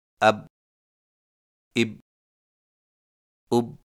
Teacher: مثلا حرف با پر جزم آئے تو دونوں ہونٹ آپس میں مل کر الگ ہو جاتے ہیں اور قلقلہ ہوتا ہے، جیسے اب اب اب. اگر ہونٹ آپس میں ملے ہی رہیں تو قلقلہ نہیں ہوگا، مثلا یوں پڑھنا اب اب اب، اور یہ صحیح نہیں ہے.